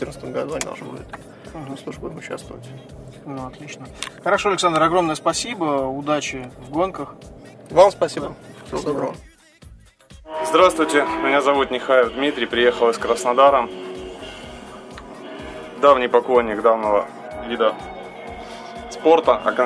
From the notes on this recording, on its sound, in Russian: Выпуск записан на старейшей из ныне действующих российских гоночных трасс — АДМ Мячково, во время первого этапа кубка MaxPowerCars&Bikes.